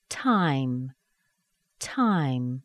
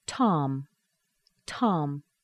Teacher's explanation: You should feel kind of a strong amount of air coming out. Time. Now, of course, this has only one syllable.